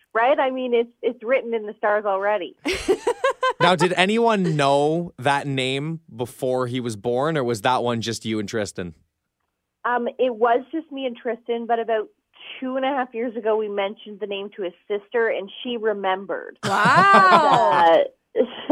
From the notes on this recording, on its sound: on the phone